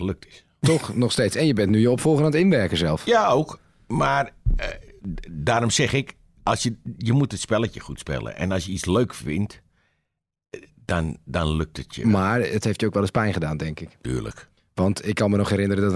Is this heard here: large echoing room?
no